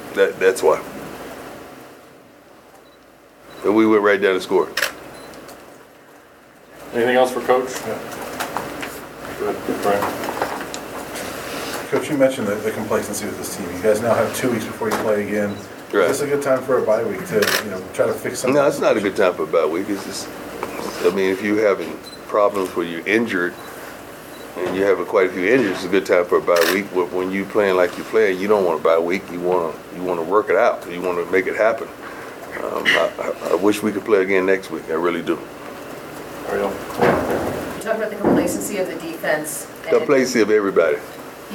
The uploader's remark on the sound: Post-game press conference. At Folsom Field.